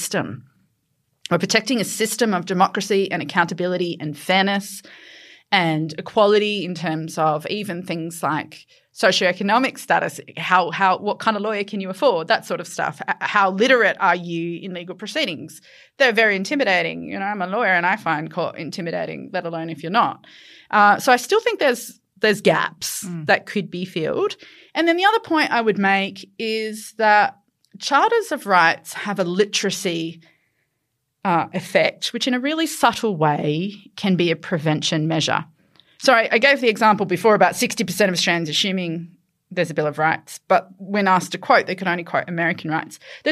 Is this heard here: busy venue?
no